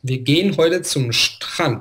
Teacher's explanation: der Ton, da fällt, ja? Am Ende des Satzes. · Term: Sprachmelodie